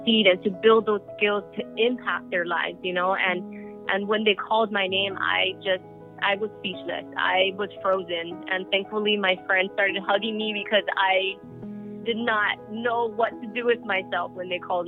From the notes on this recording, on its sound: FYI, this episode was recorded via phone bridge to a studio in Hawaiʻi during the Covid-19 crisis. For engineering the audio at Thunder Studios Hawaiʻi.